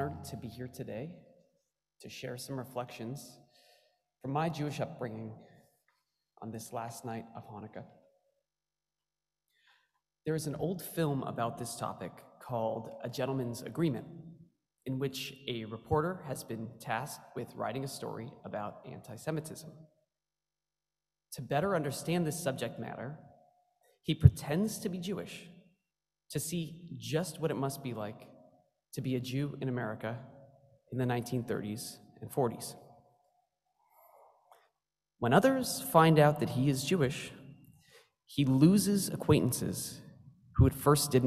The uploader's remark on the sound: Stories shared in our joint Chanukah Service on December 5th, 2021. Today’s podcast features stories shared in our joint Chanukah Service.